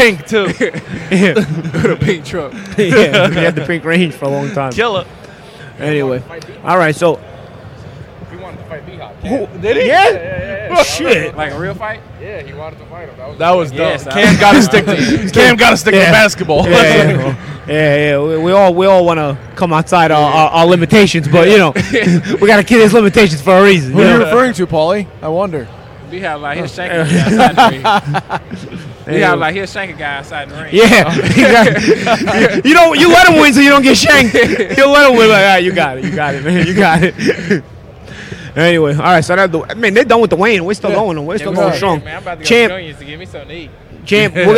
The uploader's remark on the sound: Live From the Showtime 154lb Championship Triple-header Weigh In!